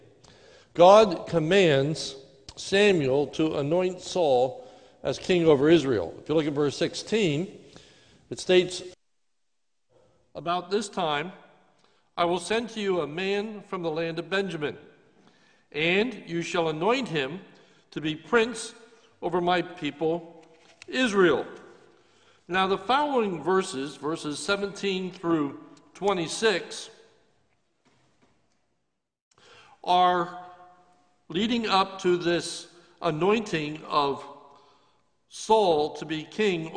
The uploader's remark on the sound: This is a sermon recorded live at Lebanon Bible Fellowship Church in Lebanon, PA on 8-16-2020 during the morning service